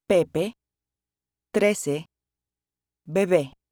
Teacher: Pronounced like the E in they, but without the Y glide.